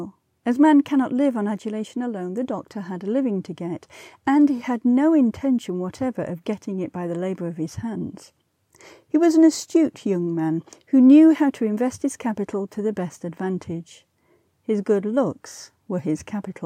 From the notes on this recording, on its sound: An iPhone and a microphone in hand. This episode was recorded on a canal boat by the Grand Union Canal, England.